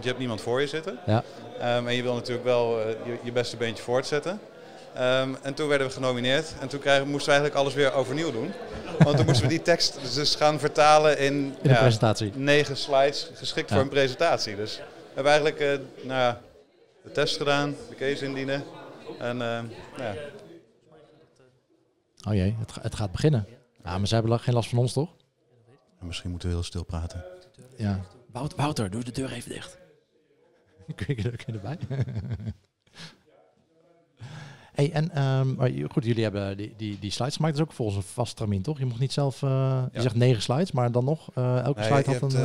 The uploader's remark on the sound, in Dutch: Tijdens de DDMA Dutch CRO Awards op 3 oktober 2019 deden we live verslag vanaf het event.